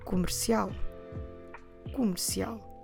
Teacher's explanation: Our stress is at the end, syllable al, comercial. · Notice that when we say comercial, we're completely dropping the letter E